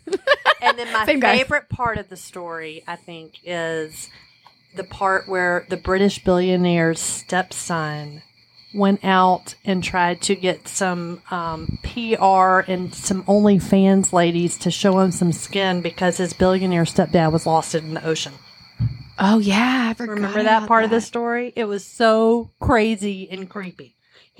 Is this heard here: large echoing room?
no